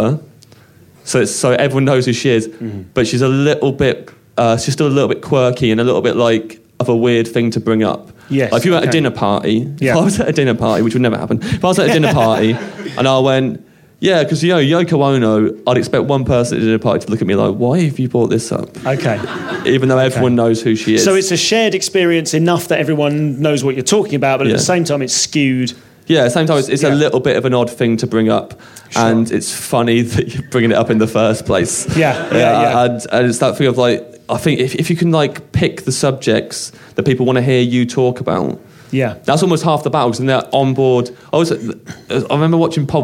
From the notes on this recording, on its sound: In this special episode recorded live after a 30min performance.